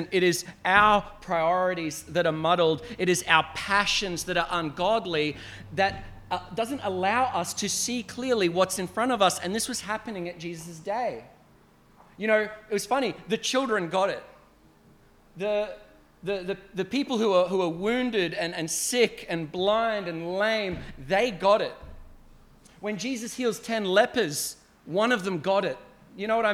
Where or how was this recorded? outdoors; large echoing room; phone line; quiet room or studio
large echoing room